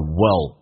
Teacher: Will 不被强调，可以弱化成 a，叫 will。同时 l 这个发音呢，在连音的时候是发两遍，叫 willit？